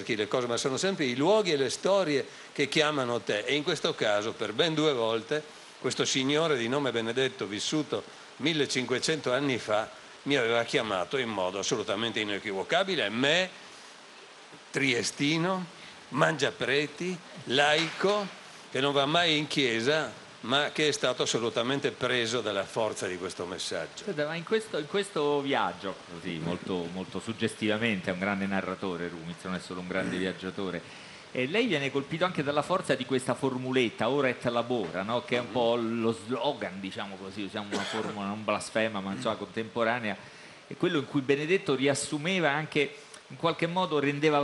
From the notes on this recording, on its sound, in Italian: FAHRENHEIT Festivaletteratura Mantova. In diretta da Mantova - Piazza Leon Battista Alberti - per la XXIII edizione del Festivaletteratura.